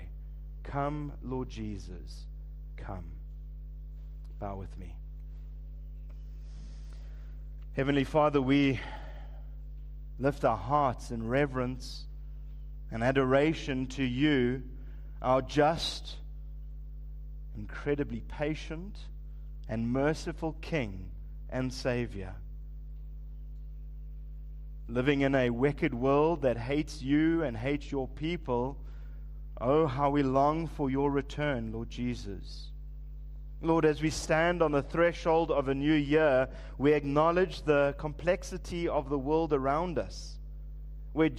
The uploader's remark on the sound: Preached at Living Stone Bible Church, on the 31st of December 2023